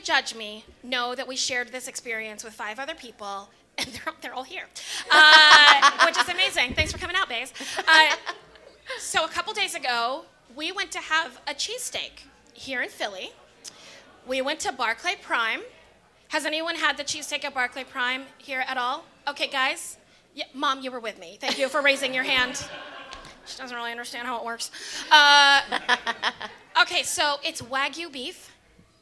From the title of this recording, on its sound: LIVE! from Respect: Women's Podcast Festival!